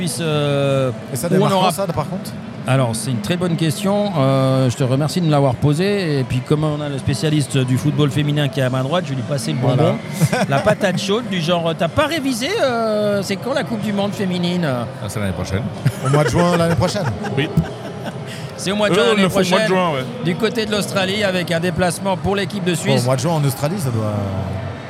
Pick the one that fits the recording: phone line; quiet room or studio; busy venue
busy venue